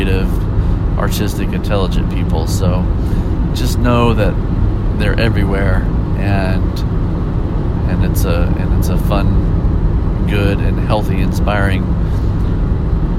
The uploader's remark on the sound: Maybe it’s that I was driving home from a gig late at night and needed something to keep me awake.